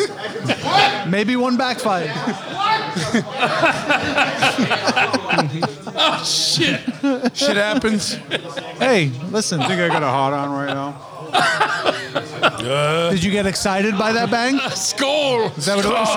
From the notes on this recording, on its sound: First off - this is a sloppy, horrible episode! We recorded this during a crescendo of drunken idiocy at the Choppahead holiday party.